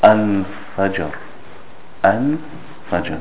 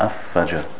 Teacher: you pronounce the lam clearly, and you don't join it to the first letter of the alif lam. · Shown in: first take · Term: qamariya